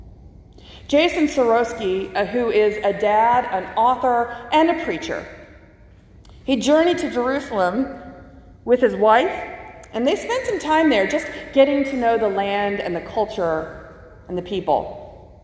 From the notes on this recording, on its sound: from the August 8 worship service at First Christian Church (Disciples of Christ) in Anniston, AL.